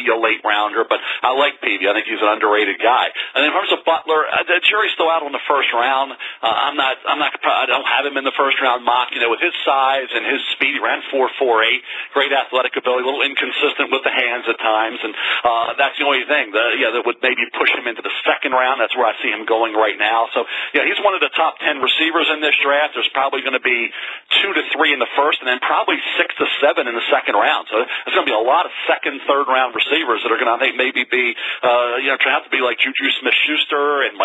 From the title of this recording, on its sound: NFL Draft Conference Call